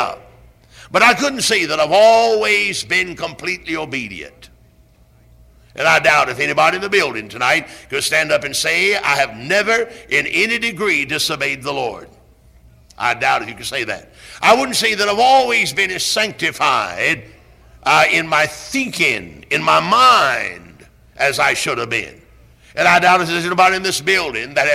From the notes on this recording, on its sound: Originally preached at Tabernacle Baptist Church in Greenville, SC.